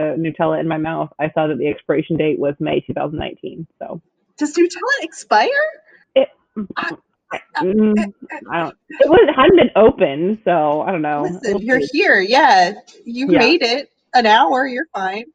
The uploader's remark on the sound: Apologies for the varying audio quality - we're still practicing!